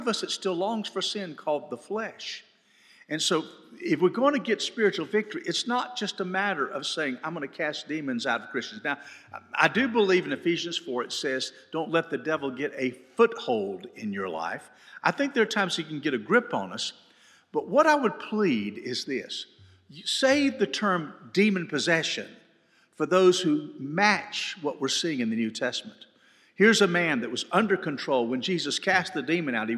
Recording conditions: live audience